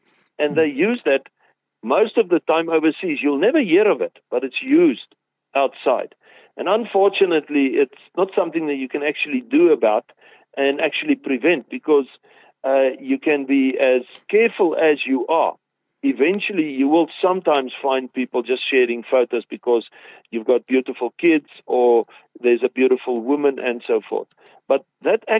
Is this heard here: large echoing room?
no